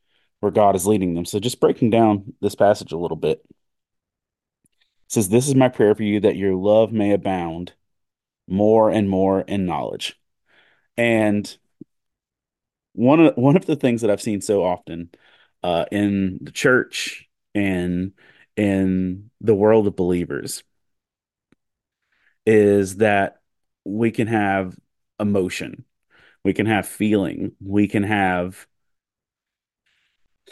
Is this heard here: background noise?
no